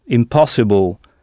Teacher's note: Toujours avec la syllabe accentuée à l'oral placée avant le son able